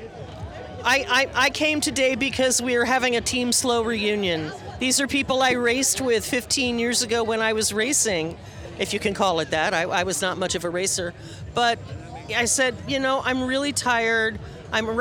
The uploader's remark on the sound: Live from the Ladds 500! Wade into the thick crowds at Ladds 500 to chat with the assembled characters.